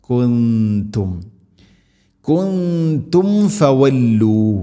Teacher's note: സുക്കൂനുള്ള മീമിന് ശേഷം ഫ വരുമ്പോൾ രണ്ട് ചുണ്ടുകൾ തമ്മിൽ തട്ടിച്ച് മീമിനെ പൂർണ്ണമാക്കണം. ധാരാളമായി നമ്മൾ പഠിച്ചിട്ടുണ്ട് സാക്കിന മീമിന് ശേഷം വ അല്ലെങ്കിൽ ഫ വരുമ്പോൾ, അത് പ്രത്യേകം ശ്രദ്ധിക്കേണ്ട ഒരു കാര്യമാണ്.